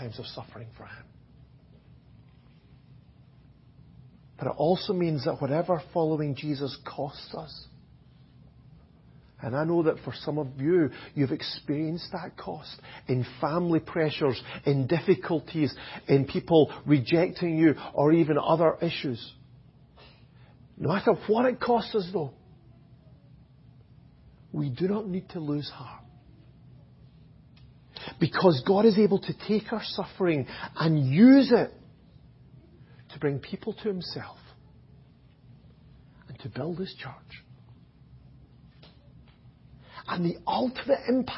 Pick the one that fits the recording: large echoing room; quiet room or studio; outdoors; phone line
large echoing room